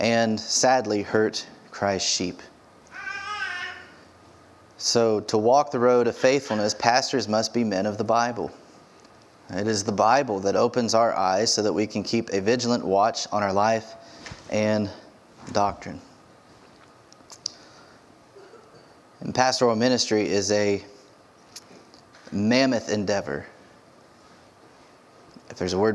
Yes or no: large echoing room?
yes